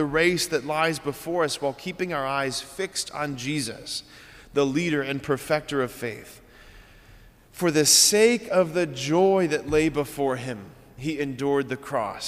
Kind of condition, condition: setting, large echoing room